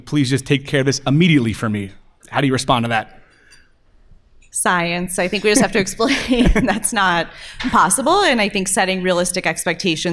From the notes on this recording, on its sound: Recorded Live at the Real World Dermatology For Residents Conference in Las Vegas, NV. In front of a live audience at the Real World Dermatology For Residents Conference. Sahara Hotel and Casino in Las Vegas, NV.